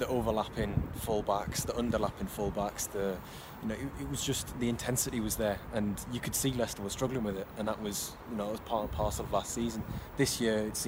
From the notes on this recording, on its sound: LIVE from Elland Road.